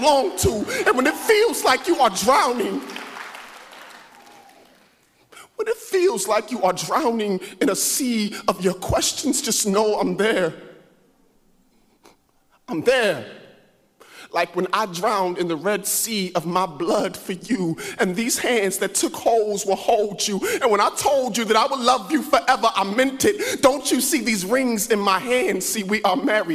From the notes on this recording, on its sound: on August 27th, 2017 at The Well, an Acts 29 and Converge Heartland Church in Hastings, NE